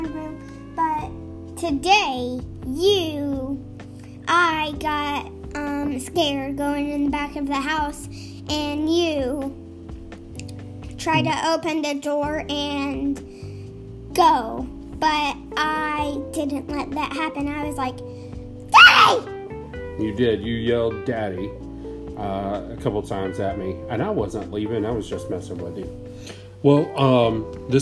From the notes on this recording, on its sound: Recorded on my work iPad at the dining room table.